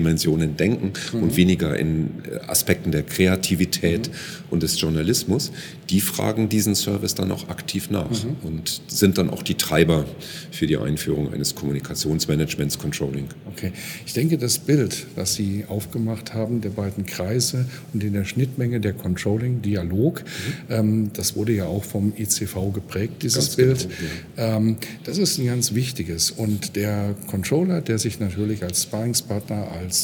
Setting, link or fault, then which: setting, busy venue